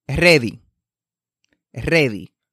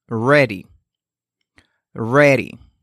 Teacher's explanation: Nótese que la R no toca ninguna parte de la boca, es decir, no toca ni el paladar superior ni el inferior al pronunciarse la R. · Shown in: second take